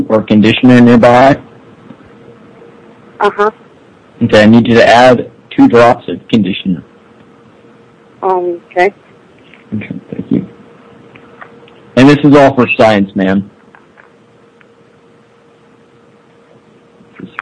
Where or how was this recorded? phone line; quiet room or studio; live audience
phone line